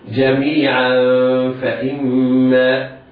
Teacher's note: طرف اللسان ابتعد بعض الشيء عن لثة الأسنان العليا والاعتماد في نطق الغنة على الخيشوم · Term: الإخفاء